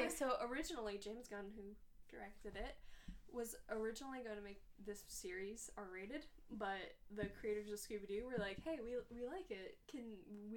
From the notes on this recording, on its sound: forgive us for any awkward audio